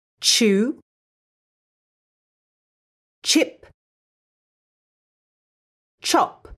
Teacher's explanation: both the sh and ch sounds are unvoiced. This means there'll be no vibrations if you put your hand on your neck when you say them.